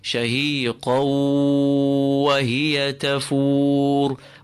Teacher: This is obviously the rule of idgham, and it idgham with ghunna. So we assimilate the tanween with the waw and we apply a nasal elongation to the waw.